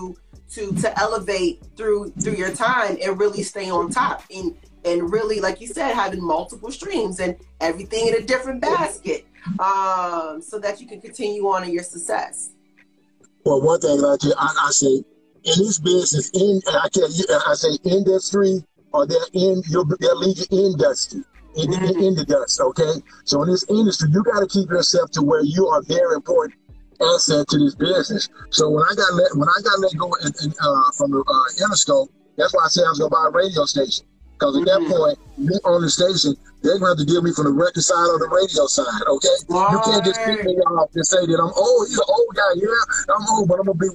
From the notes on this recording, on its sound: Had the chance on Instagram Live to catch up with the SVP of Radio Promotion at Roc Nation